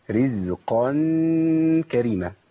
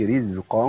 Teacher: القاف مفخمة، لكن التنوين اللي جاي بعديها أخفي في الكاف فالغنة مرققة · Shown in: first take · أقول رزقا كريما، ما أقولش رزقا، ودي اللي بنتكلم عليه في الهيئات.